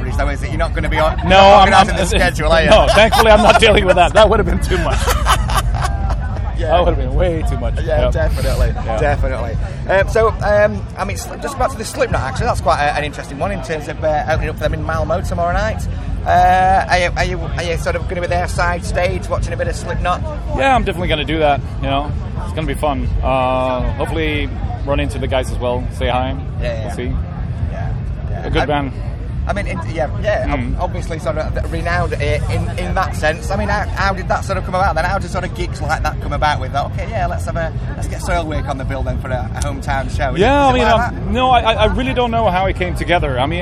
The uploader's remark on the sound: TURS at Bloodstock 2022